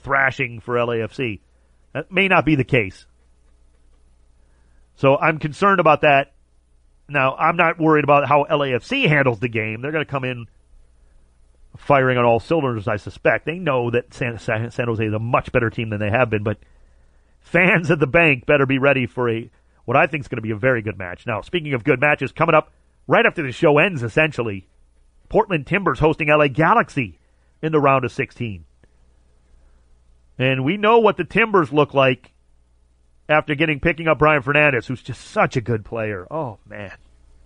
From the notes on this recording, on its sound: called in to chat